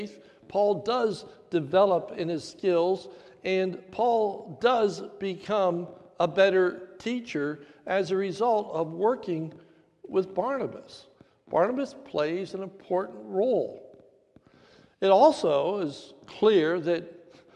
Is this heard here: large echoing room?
yes